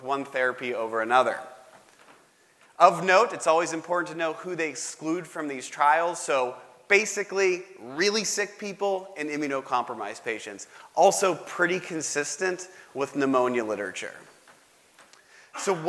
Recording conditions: live audience